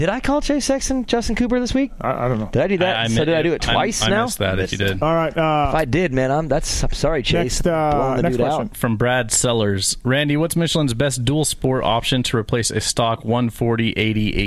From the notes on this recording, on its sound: will call in from some smoky poker room